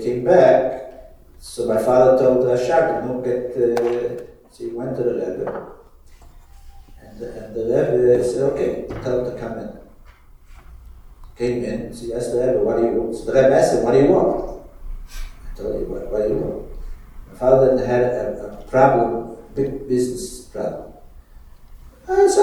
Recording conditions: live audience